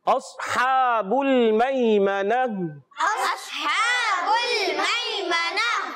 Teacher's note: صاد حرف مستعلیہ میں سے اور زیادہ موٹے حروف میں سے ہے اس لیے اس کو زیادہ موٹا رکھیں گے